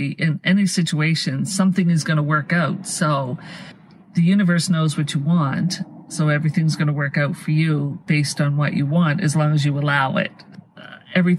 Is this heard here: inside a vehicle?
yes